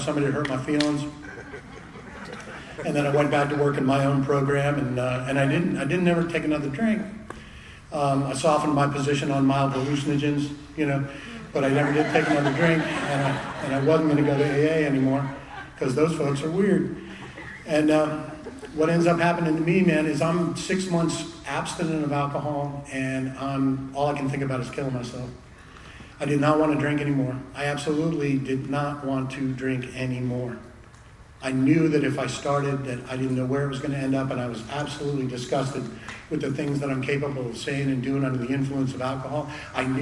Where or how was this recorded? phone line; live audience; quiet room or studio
live audience